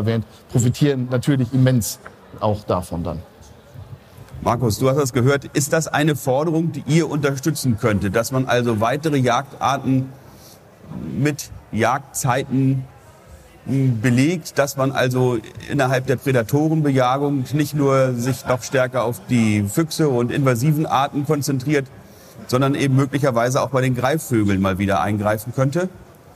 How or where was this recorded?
busy venue